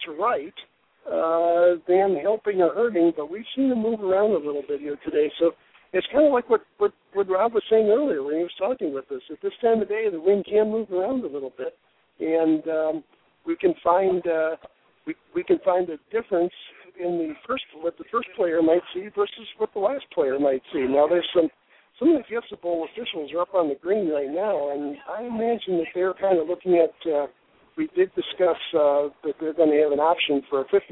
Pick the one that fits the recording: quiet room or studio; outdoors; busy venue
busy venue